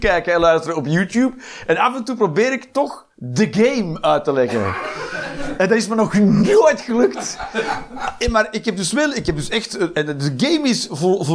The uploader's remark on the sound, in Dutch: Live 22 Maart 2023, bij ComedyhuisClub, Utrecht